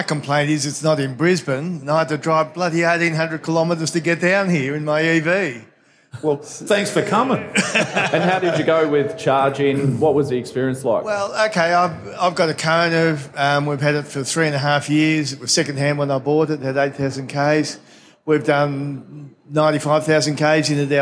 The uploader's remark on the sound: Live from All Energy Australia